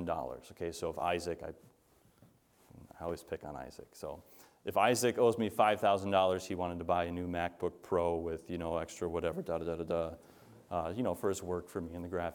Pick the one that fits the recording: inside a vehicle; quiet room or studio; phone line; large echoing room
large echoing room